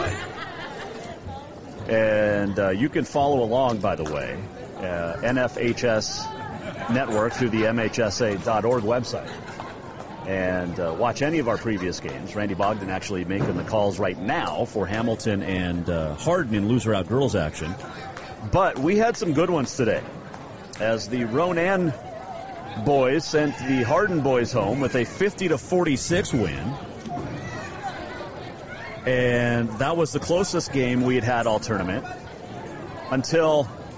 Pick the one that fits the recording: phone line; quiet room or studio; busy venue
busy venue